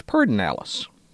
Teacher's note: an extra R placed in the first syllable that is not in the actual word, so it's Pedernales.